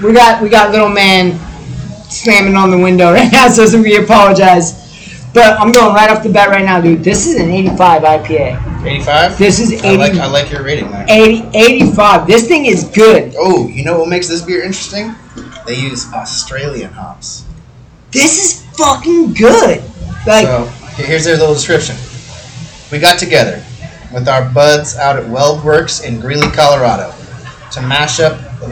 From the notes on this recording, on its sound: Lot of noise and terrible microphone!